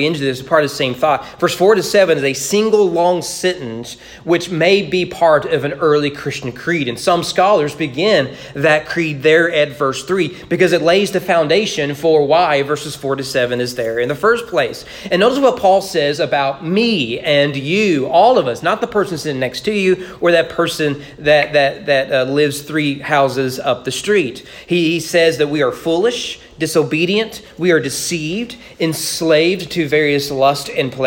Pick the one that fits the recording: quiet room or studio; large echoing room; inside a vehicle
large echoing room